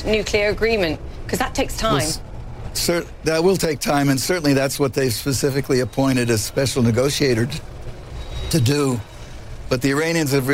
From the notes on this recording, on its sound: live from the New York Stock Exchange